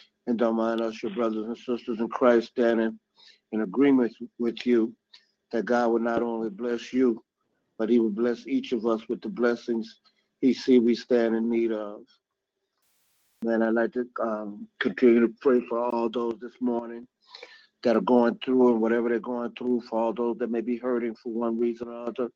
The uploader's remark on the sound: 6AM Prayer Call. Live Prayer.